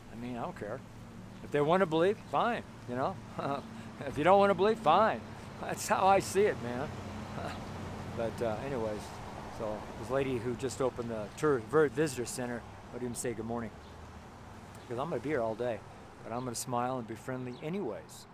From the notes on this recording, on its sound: Street Sermon from Nederland, Colorado. It was like the first day of winter up in Nederland...